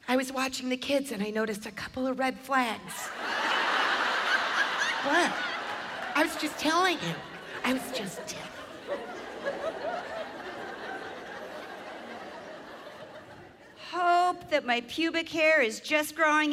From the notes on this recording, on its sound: 2-person stand-up show filmed live at the Pabst Theater in Milwaukee, WI